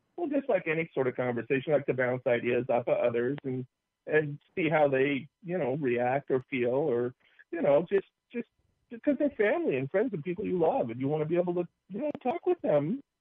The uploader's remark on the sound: Take viewer calls after a late start due to technical difficulties.